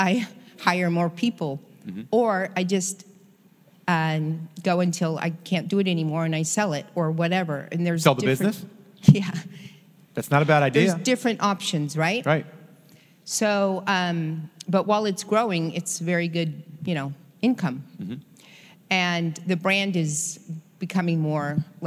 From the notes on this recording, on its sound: Recorded LIVE.